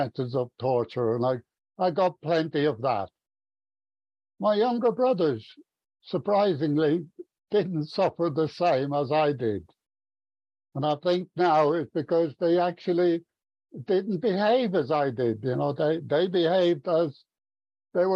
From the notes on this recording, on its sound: From Stevenage in the UK. At the Magical Mystery Tour zoom meeting, recorded in December of 2022.